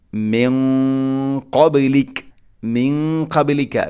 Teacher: നൂനിനെ അവ്യക്തമാക്കി മണിക്കണം. ഖാഫ് സ്വരഭാരത്തിൽ ഉച്ചരിക്കേണ്ട അക്ഷരമാണ്, ഇസ്തിഇലാഇന്റെ അക്ഷരമാണ്. അതുകൊണ്ട് തന്നെ അതിൻ്റെ കൂടെയുള്ള ഗുന്നയും കനപ്പിച്ചുകൊണ്ട് മണിക്കണം. മിൻ ഖബ്ലിക, മിൻ ഖബ്ലിക, മിൻ ഖബ്ലിക അല്ല, മിൻ ഖബ്ലിക.